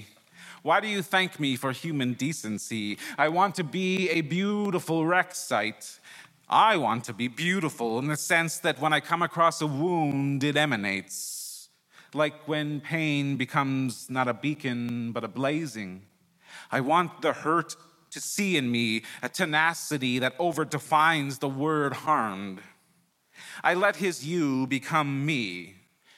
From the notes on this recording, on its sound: He performed this story at Sydney Writers Festival.